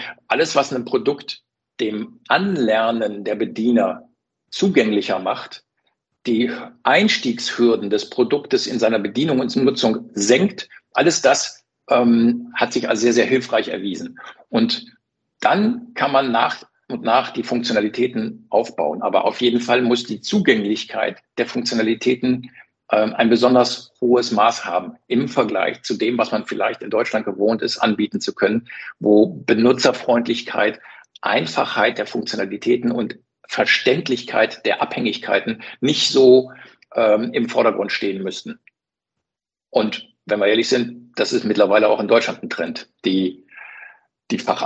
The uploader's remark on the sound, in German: ChinaWebinar Live. Live Podcastaufnahme von dem Webinar.